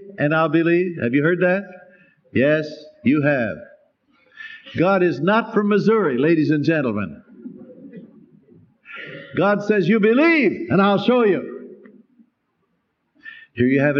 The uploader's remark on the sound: Special Easter Sunday sermon, preached live by Dr. At Calvary Baptist Church, New York City.